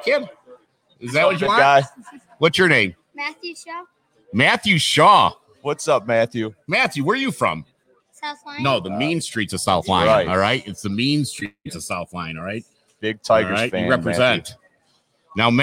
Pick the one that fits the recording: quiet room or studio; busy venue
busy venue